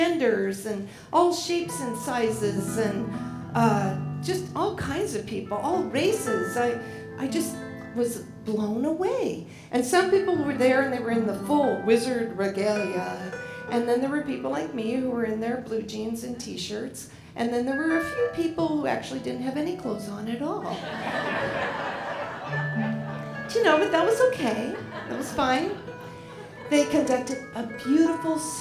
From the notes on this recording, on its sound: Live at The Fremont Theater in Portland, Oregon Presented by Portland Story Theater.